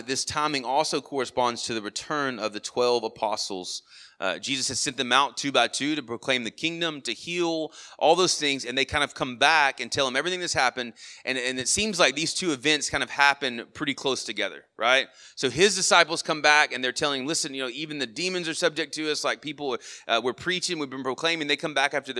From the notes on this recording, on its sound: Sermon audio from our morning service.